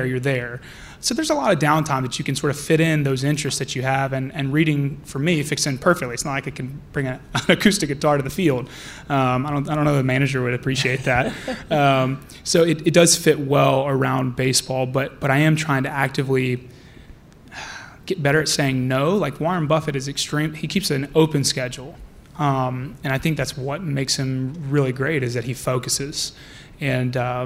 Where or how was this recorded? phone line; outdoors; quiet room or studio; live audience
live audience